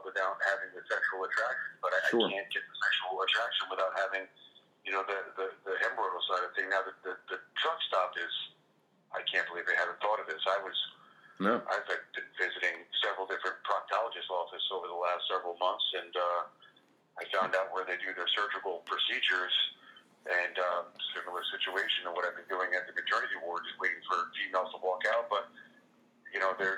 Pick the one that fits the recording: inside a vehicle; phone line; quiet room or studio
phone line